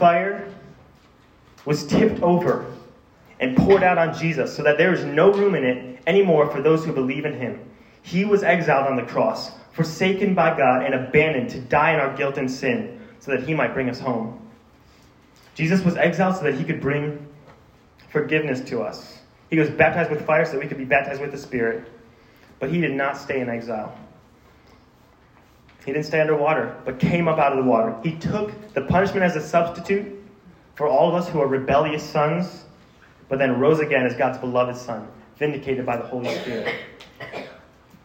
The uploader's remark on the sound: This sermon was preached to a Junior High audience